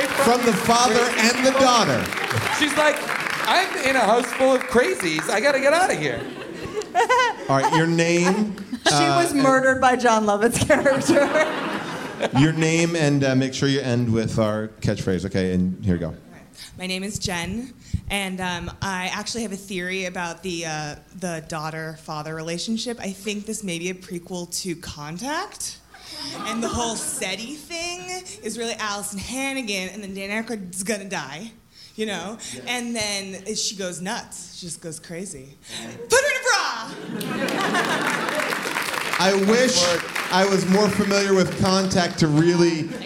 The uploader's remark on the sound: Recorded live from Largo in Los Angeles.